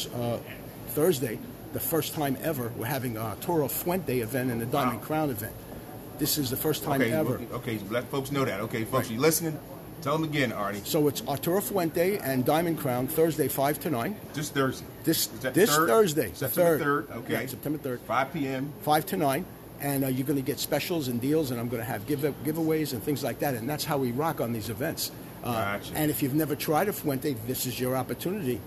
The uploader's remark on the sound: This episode I record live from the Lit Cigar Lounge located. In Swedesboro, NJ at 617, Auburn Ave.